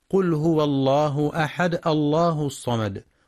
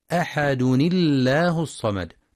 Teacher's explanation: مع ترقيق لام لفظ الجلالة وصلا لكسر ما قبلها · Shown in: second take · وتفخم إذا ابتدأ بها الله الصمد.